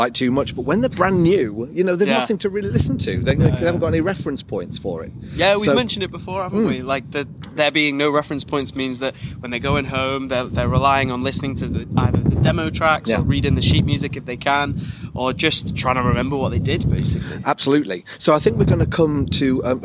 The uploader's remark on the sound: It's the final music rehearsal night before floor rehearsals start. Live in the LBT Courtyard with some backstage interviews.